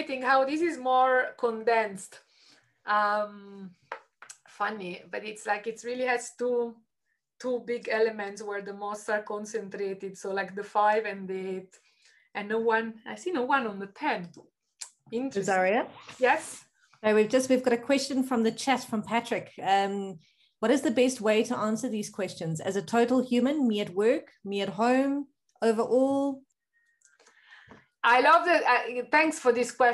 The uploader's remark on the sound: An edited extract of a live webinar recorded in July 2021, with participants answering questions in Slido (hence you may hear this referenced in the audio).